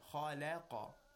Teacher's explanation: At the beginning and at the end, at the beginning and the end of the word, we have تفخيم، and in the middle, we have ترقيق. And this is just a three-letter word.